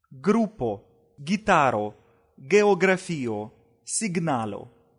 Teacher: Го произносится как русское взрывное г.